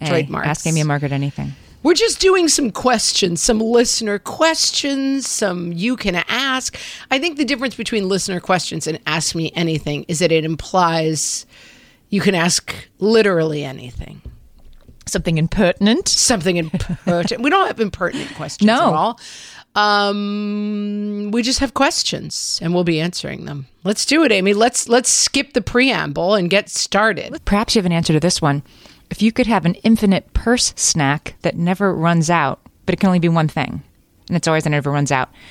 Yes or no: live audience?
no